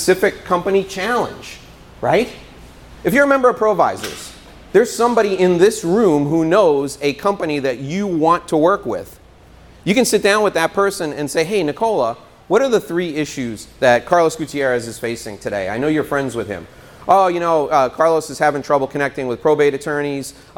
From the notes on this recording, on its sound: Today's show is a live talk. In front of an audience in Florida.